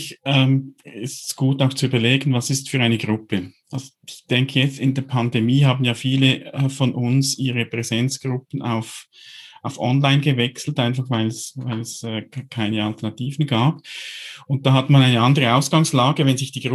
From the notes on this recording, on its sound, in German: Diese Frage beschäftigt uns in dieser Episode, welche wir im Rahmen unseres Workshops am 1. Onlinekongress der DGTA aufgezeichnet haben.